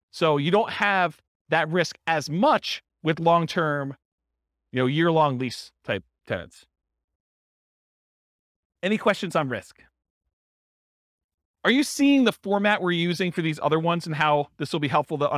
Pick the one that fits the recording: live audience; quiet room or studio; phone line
live audience